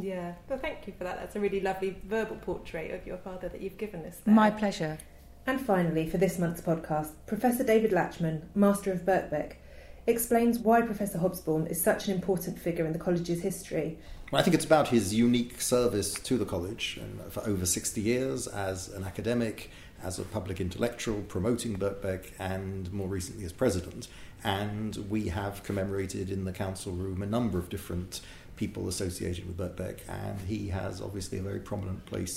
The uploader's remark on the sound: This month's podcast was recorded from an event held on 11 November. To unveil a portrait of Professor Eric Hobsbawm at Birkbeck.